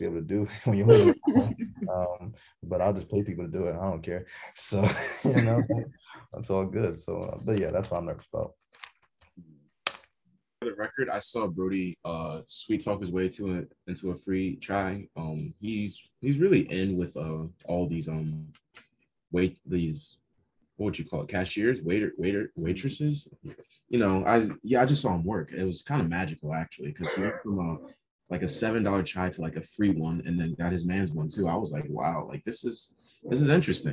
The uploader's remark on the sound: 10 pm on Zoom.